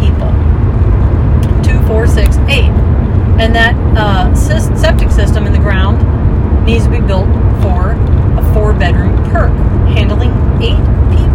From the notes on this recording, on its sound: I frequently record podcasts while driving, so noise may be a factor but the content is worth it, it's where I do a lot of thinking.